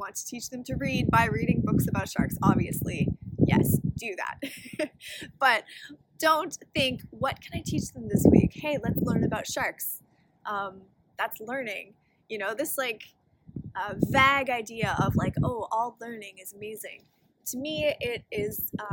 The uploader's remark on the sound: I apologize for the noise in this episode - we thought it would be a good idea to record outdoors!